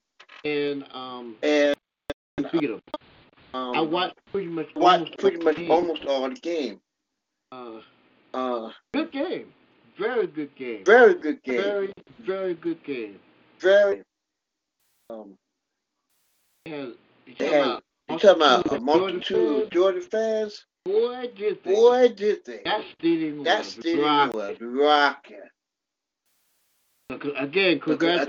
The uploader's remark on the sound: your phone calls